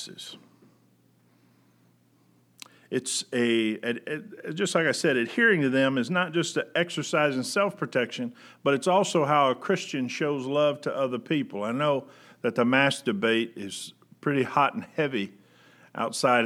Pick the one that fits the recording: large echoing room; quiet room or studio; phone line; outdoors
large echoing room